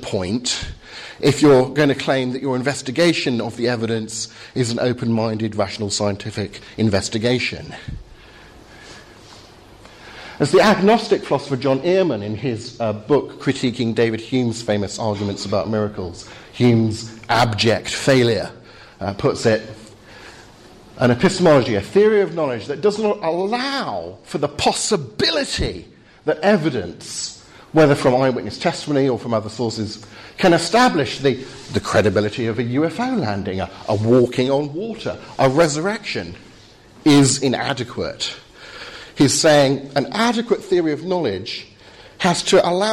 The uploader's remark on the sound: Talk with Q&A from Highfield Church Southampton's 'Reasonable Faith?' course, Spring 2015.